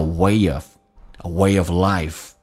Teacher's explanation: way 跟 of 有一个连加个 ye